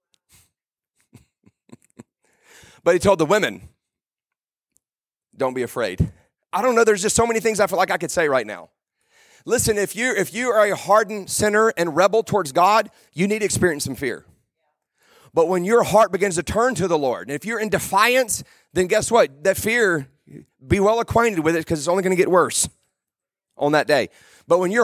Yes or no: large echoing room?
yes